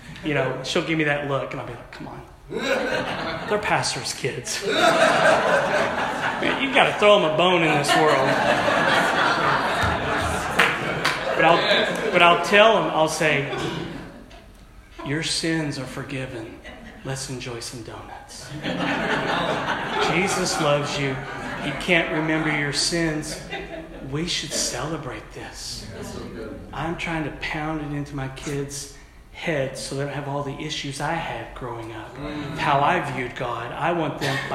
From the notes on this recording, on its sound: at our annual Converge PACWEST Pastors and Spouses Conference